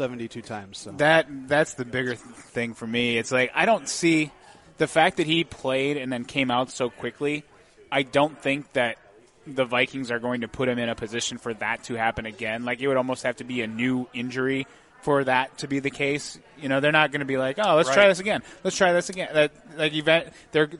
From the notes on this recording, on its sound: The show’s live studio audience crept steadily towards double digits as well. Feeding off the frenzied energy supplied by dueling fan club bases.